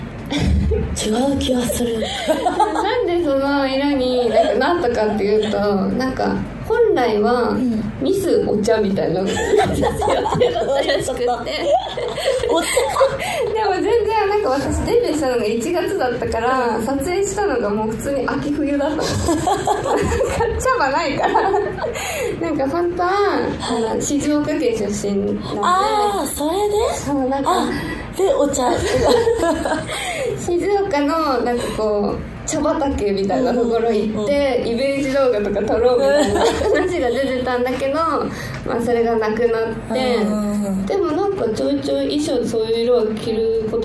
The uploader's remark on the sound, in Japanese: 番組初の公開収録です！